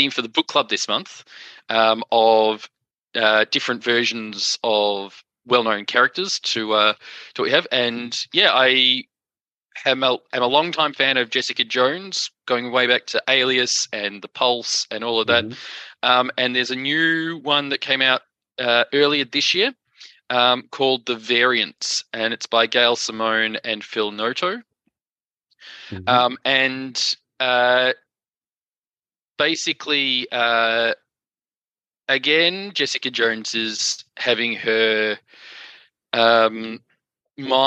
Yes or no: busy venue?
no